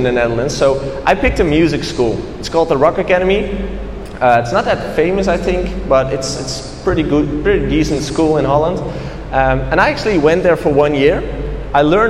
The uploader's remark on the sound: A Keynote At Wired Music Week In Kuala Lumpur. This is the recording of my first international keynote in Kuala Lumpur.